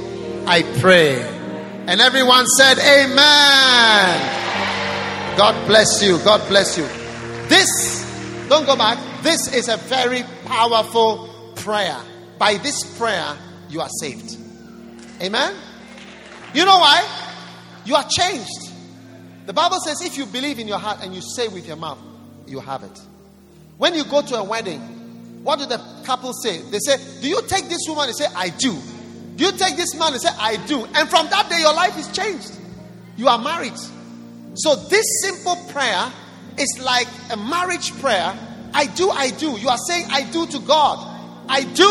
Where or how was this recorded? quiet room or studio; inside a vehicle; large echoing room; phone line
large echoing room